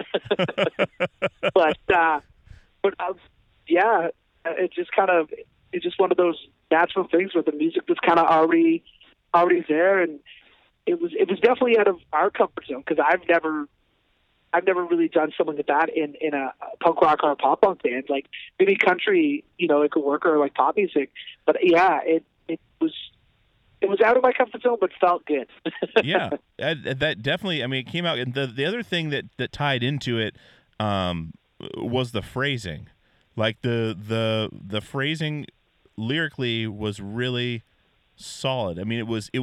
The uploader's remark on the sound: Joins me from the deep Dungeon below the bunk in the van on tour driving through Virginia.